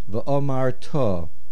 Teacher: The main accent is on the to ending.